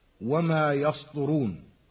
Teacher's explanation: كذلك السين الساكنة مرققة لأنها من حروف الاستفال، وجاورت الطاء بعدها، فنجد أحيانا من ينطق أحد الحرفين متأثرا بالحرف المجاور له، فأحيانا تطغى الطاء بتفخيمها على ترقيق السين فتحولها صادا، فنسمع خطأ من يقول وما يسطرون.